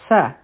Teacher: په فا باندې فتحانه دا به یو حرکه وایو، او سین چې دی په دې کې د سیټي آواز دی نو دا به شي سا.